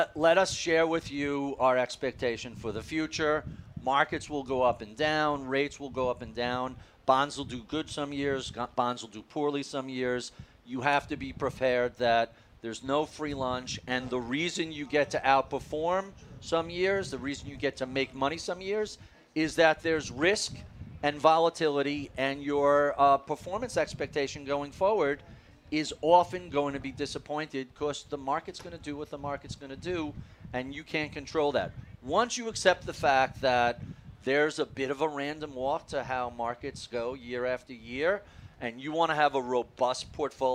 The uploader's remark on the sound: at the Future Proof Wealth Festival in Huntington Beach